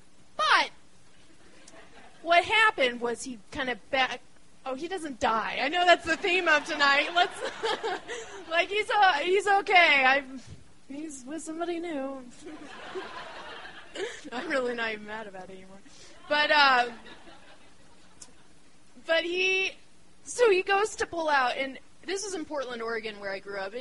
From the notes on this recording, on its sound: The show was recorded on December 20, 2012 in the roiling and crowded belly of Denver, Colorado's beloved Deer Pile community space.